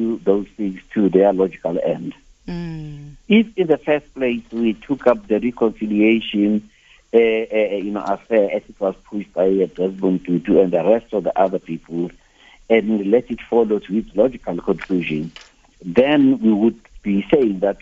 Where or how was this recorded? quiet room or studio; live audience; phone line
phone line